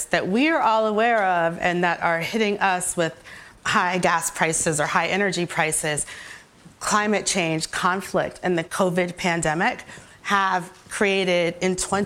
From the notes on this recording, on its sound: On stage at BoF VOICES 2022